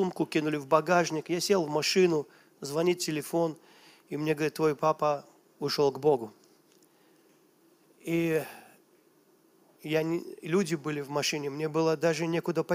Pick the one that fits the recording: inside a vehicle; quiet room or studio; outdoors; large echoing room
large echoing room